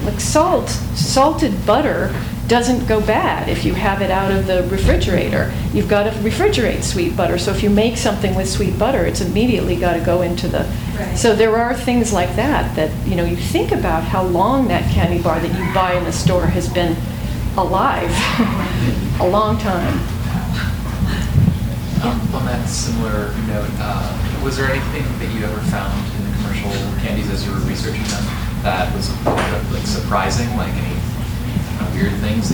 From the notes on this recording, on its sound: THIS EVENT WAS RECORDED LIVE AT SKYLIGHT BOOKS ON JUNE 18, 2013.